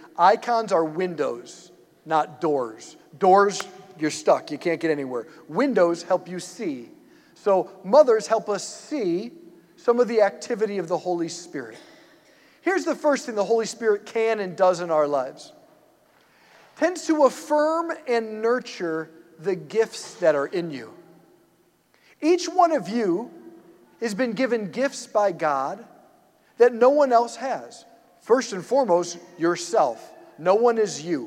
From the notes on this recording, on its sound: preached this homily on May 14, 2023 at St Basil the Great Catholic Church in Brecksville, OH.